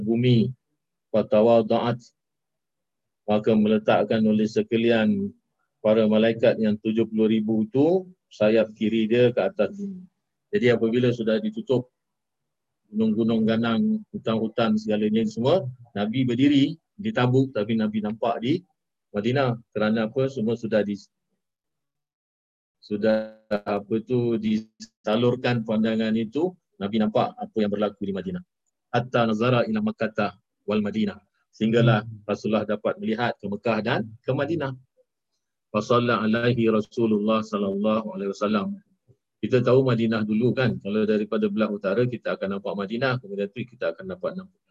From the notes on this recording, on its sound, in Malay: Rakaman zoom pada setiap Ahad 9.